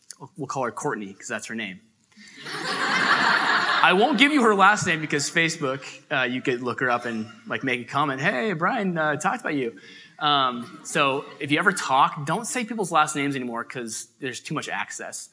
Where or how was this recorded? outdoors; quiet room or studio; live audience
live audience